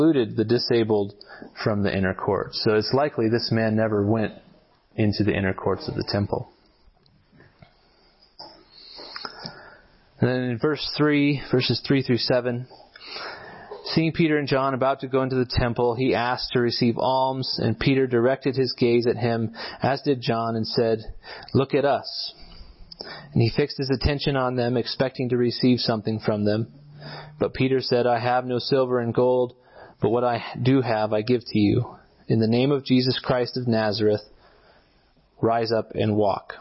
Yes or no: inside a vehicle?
no